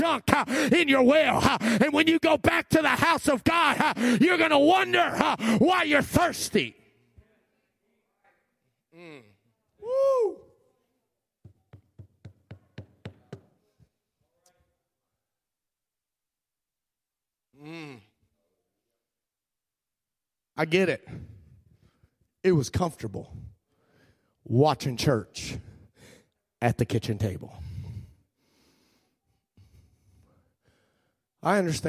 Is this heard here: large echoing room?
yes